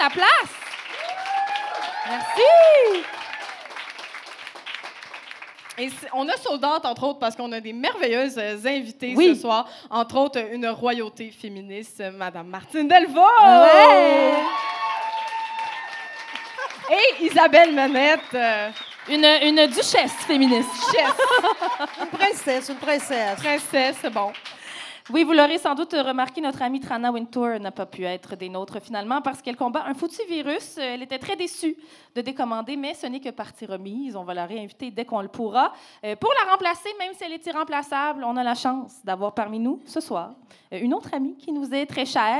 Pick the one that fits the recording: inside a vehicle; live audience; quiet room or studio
live audience